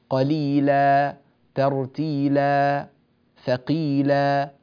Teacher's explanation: شوف مثلا أخي الكريم، وأنت تقول قليلا ترتيلا، أنا أبالغ لك، يعني أنت تأتي بها يعني مرققة ثم تفخم في الأخير ترتيلا، لا هذا من سمات اللهجة، هذا غير صحيح. الألف مرققة من أولها إلى آخرها مثل بدرجة واحدة تماما، طبق البداية طبق النهاية، لا فرق بينهما